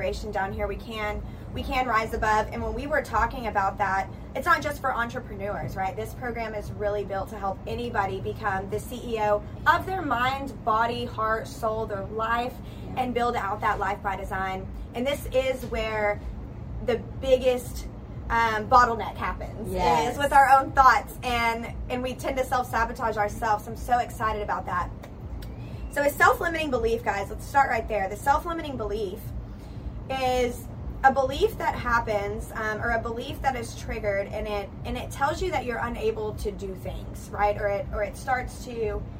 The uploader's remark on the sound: Tune in live from the beautiful Tulum jungle beach in Mexico while on a yoga retreat.